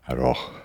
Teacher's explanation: breathe on your glasses at the end of aroh